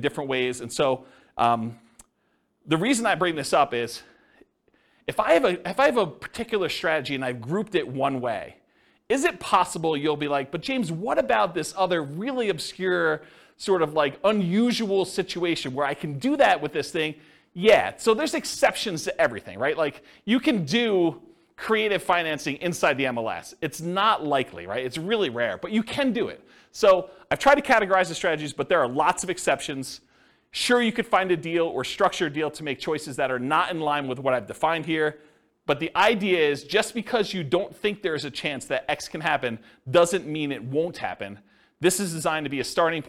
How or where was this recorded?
live audience